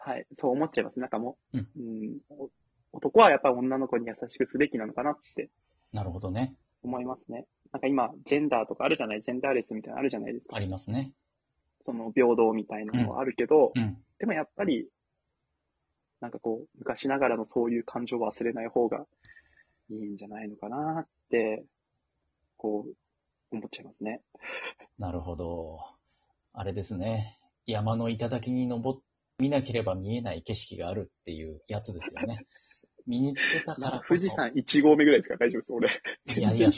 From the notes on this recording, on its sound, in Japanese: リモート収録。ゲストと一緒に配信。